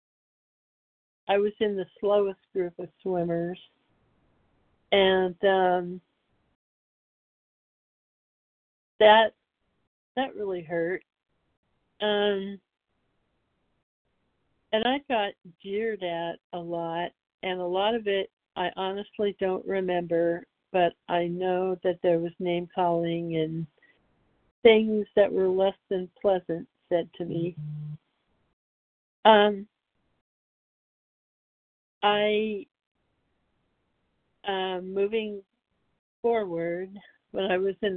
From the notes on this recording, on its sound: from the 100 Pounders Phone Meeting, 5/29/23